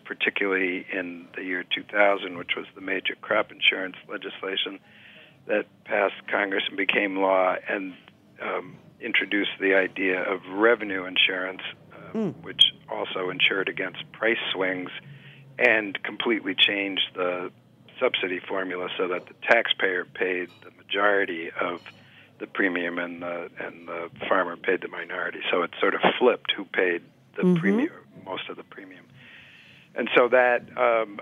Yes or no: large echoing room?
no